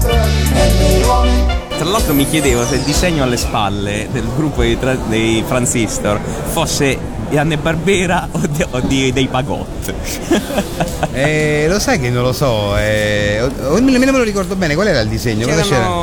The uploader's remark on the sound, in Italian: intervistato a Lucca Comics & Games 2013